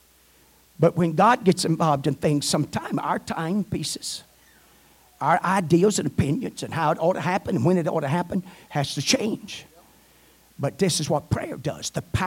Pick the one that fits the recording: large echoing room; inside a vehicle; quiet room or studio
large echoing room